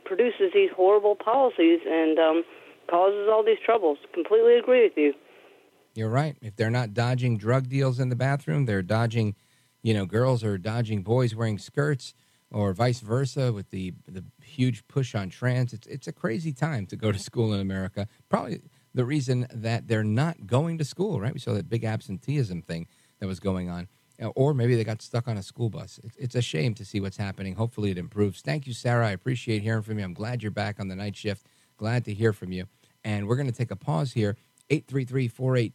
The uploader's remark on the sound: we take your calls in open phones across America